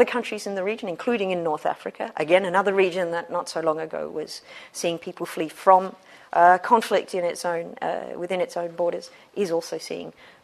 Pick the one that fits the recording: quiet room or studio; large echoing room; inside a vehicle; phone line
large echoing room